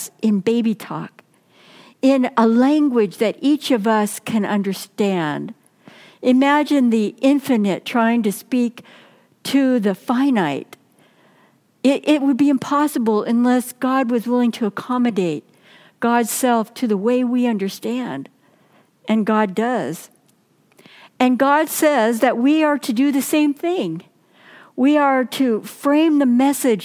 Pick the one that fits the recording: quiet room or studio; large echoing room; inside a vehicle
large echoing room